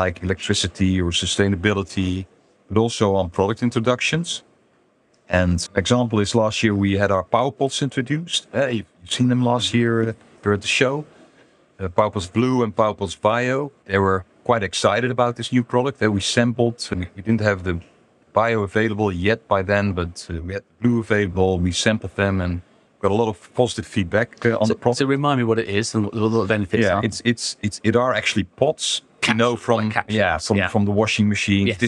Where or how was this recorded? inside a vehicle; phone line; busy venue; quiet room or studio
busy venue